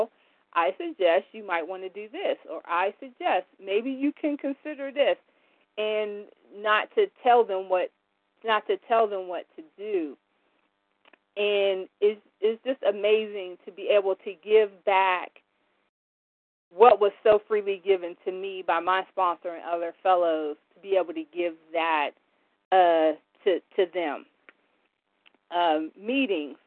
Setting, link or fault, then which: link, phone line